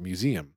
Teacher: three syllables with a second and third rhyming precisely with Liam